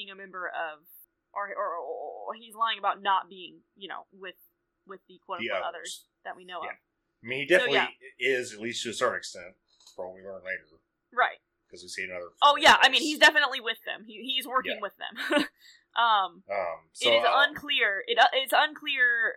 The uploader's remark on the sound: This week we had some audio issues.